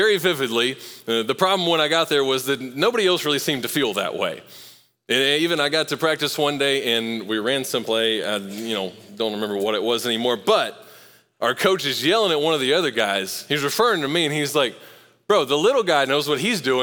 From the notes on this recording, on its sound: Recorded live at Long Hollow Church on June 27, 2023.